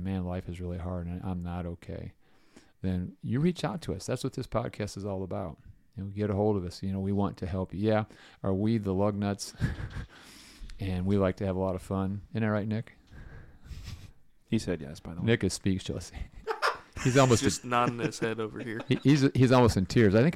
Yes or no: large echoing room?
no